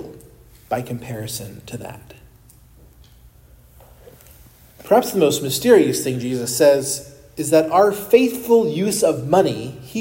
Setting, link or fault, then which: setting, large echoing room